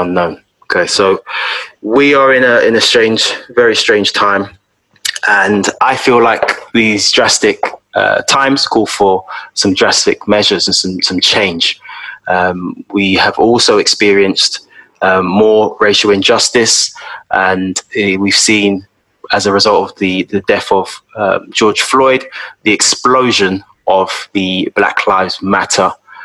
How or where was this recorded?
video call